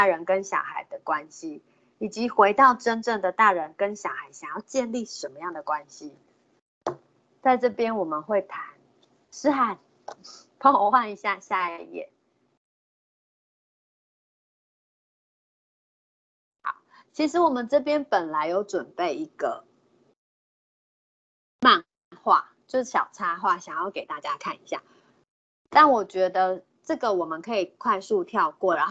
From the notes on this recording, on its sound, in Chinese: 此為線上課程錄音檔